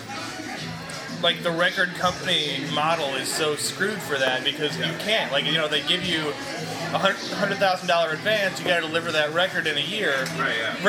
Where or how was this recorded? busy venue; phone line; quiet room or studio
busy venue